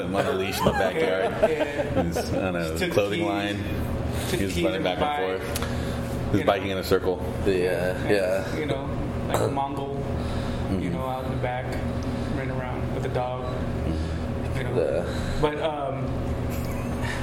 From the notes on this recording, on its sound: recorded in the one & only Spokeasy Public House